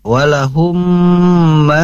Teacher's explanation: cirinya ketika mim bertasydid itu harus ditahan · Term: idgham mimi